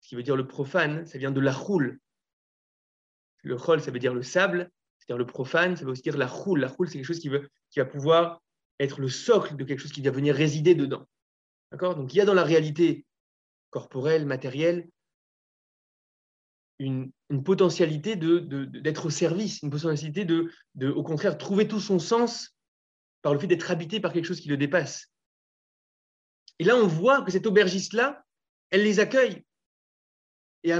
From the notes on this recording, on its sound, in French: Nous diffusons ici l'enregistrement du premier Zoom de Shofar